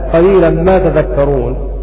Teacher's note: بتاء الخطاب وتخفيف الذال